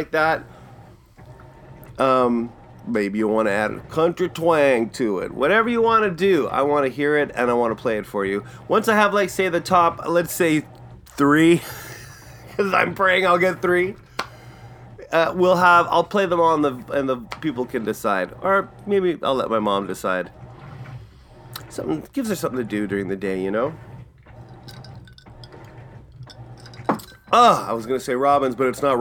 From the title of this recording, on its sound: LIVE AT THE TAPHOUSE.